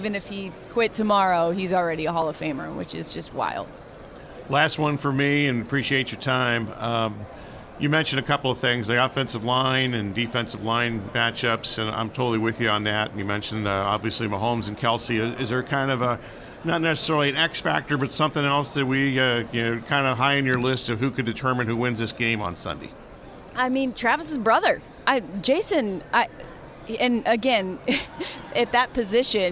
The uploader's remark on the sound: Extra Point live from Super Bowl Radio Row.